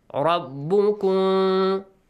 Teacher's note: Ah, when you pronounce the Mim, your lips touch together, right? But when you do the Ikhfa of Mim, your lips try to touch, but don't let them touch. Rabbukum. Don't let them touch.